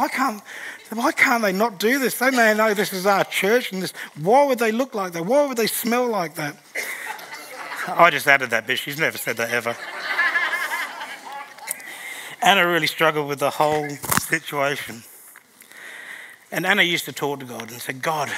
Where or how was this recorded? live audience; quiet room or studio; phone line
live audience